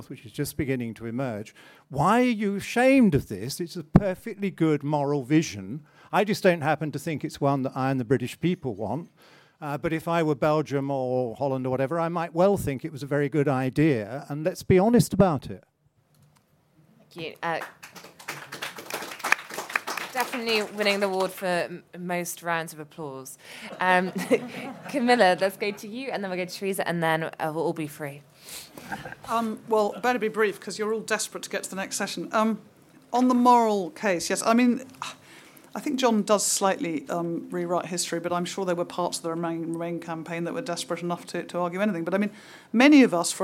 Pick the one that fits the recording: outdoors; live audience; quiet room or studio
live audience